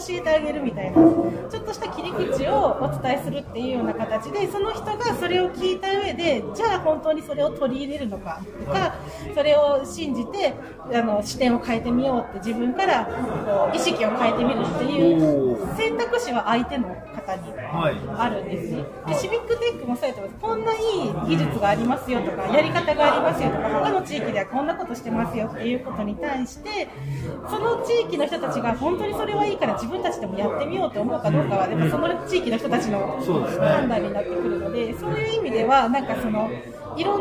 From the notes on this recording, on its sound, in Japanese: シビックテックミートアップ2022「いざ岐阜へ」の企画で、イベント会場にお邪魔したり、その場でお声がけをして、インタビューや雑談形式で話を伺ってそれをポッドキャストに収録する現地レポートとなります。